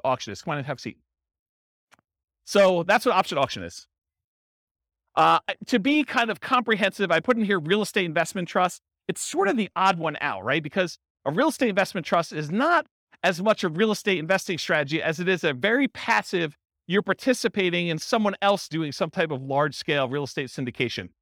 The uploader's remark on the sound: Real estate investors and real estate entrepreneurs in San Francisco, California. This was a live class recorded to give investors a solid qualitative overview of all the different real estate investing strategies.